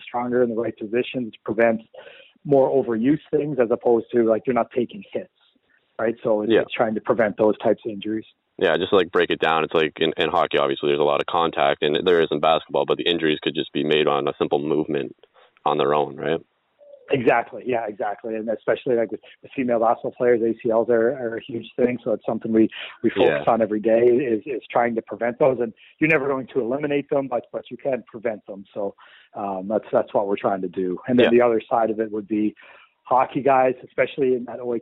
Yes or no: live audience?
no